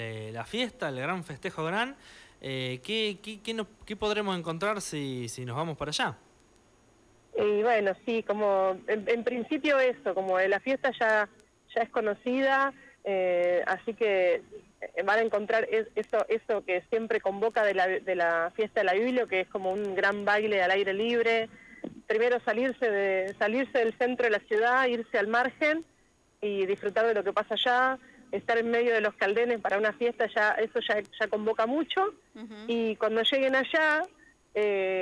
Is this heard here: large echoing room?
no